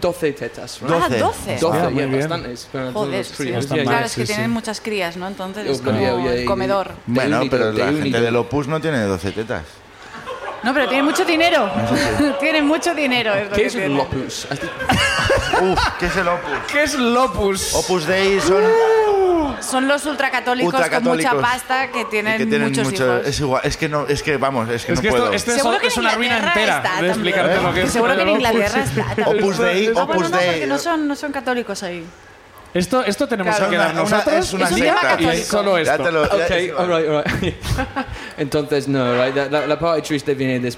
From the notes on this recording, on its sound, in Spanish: El público también sube a contarnos